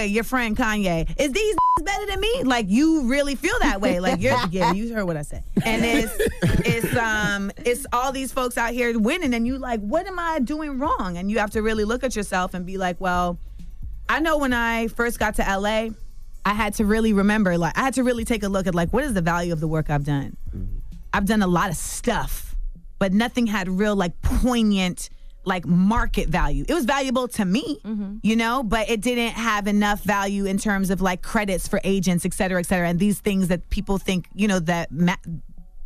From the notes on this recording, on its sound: Well we opened up the phone lines to see if our listeners took offense to the cards.